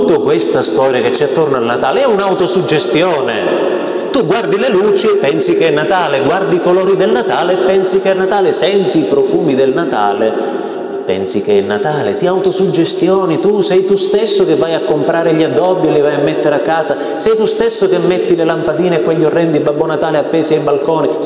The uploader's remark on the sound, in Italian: Registrazione del mio intervento ad un gruppo di genitori i cui figli frequentano la catechesi nelle nostre parrocchie.